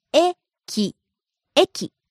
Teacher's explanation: Starts high, falls on the second syllable, ki.